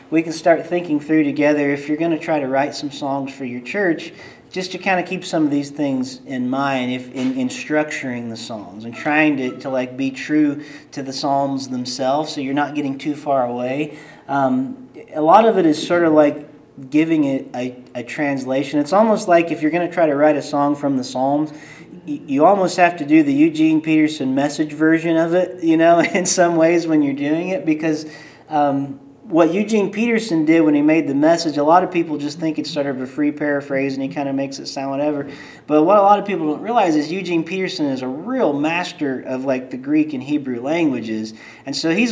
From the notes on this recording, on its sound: Out of the Depths LIVE from M15. Comes to you in a live show from Kansas City.